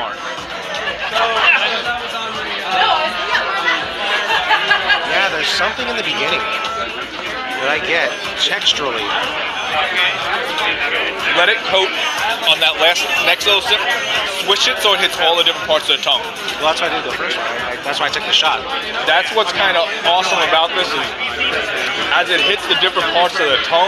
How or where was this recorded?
busy venue